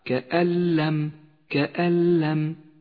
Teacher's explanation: تعالى كأن لم يلبثوا كأن لم النون الساكنة وبعدها حرف اللام إدغام بلا غنة تسقط النون من اللفظ ولذلك ميزت باللون الرمادي في مصحف التجويد وتشدد اللام التي بعدها